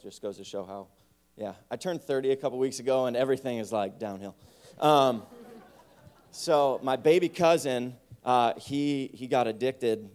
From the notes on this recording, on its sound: Complete Service Audio Recording